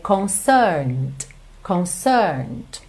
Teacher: o E o último é de concerned, não é pronunciado, certo? Então você vai do N para o D.